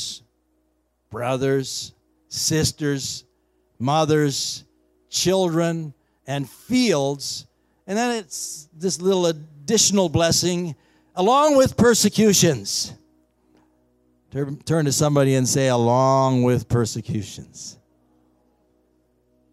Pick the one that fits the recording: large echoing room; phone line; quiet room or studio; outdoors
large echoing room